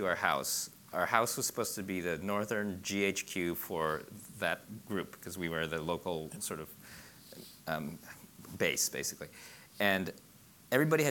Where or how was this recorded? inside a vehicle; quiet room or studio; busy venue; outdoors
busy venue